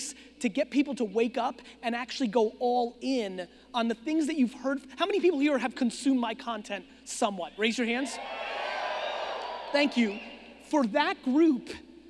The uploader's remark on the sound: Phoenix Keynote. Fired up for this keynote I did a few months ago in Phoenix, Arizona. This was a big keynote.